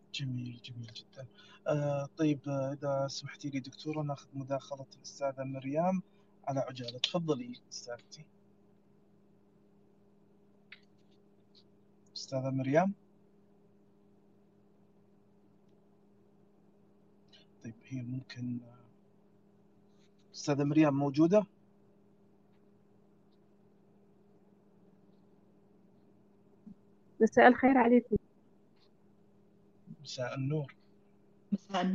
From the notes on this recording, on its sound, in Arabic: تسجيل لمساحة ابن رشد الأسبوعية على منصة تويتر